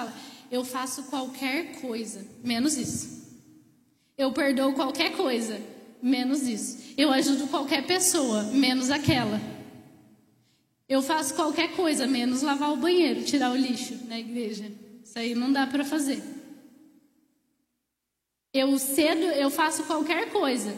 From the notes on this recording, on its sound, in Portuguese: Ministrada ao vivo na Primeira Igreja Evangélica Missionária